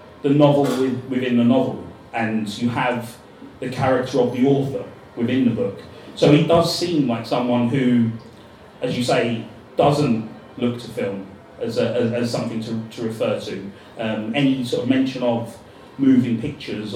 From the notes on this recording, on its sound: A live panel discussion